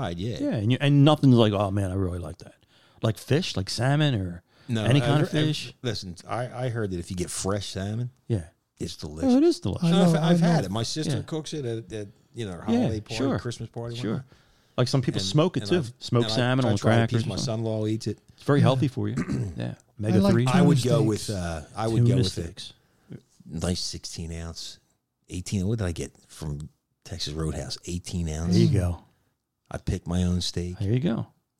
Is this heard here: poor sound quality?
no